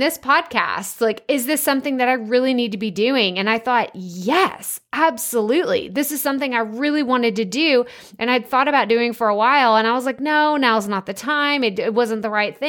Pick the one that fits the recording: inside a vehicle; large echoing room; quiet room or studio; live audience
quiet room or studio